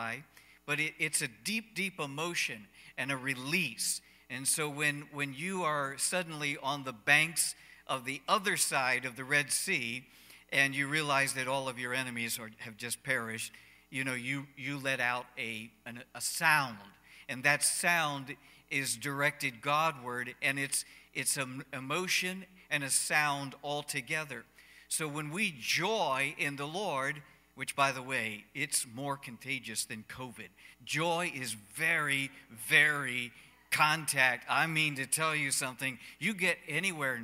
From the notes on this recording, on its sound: Cornerstone Fellowship Sunday morning service, streamed live.